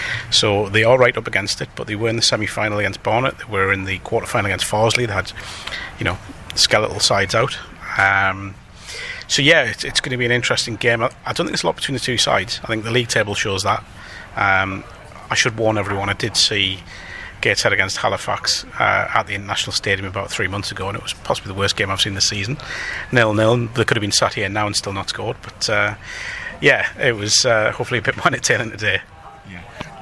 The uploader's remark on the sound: head to Wembley for the FA trophy final